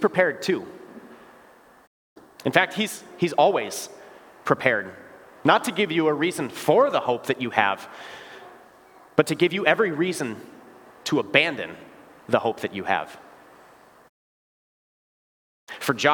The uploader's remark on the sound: Bethany, Appleton, WI. Preached this sermon at Bethany's Confirmation Sunday worship.